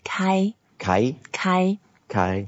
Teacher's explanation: 开 is the first tone, so we keep it flat. 开. And you can make it longer.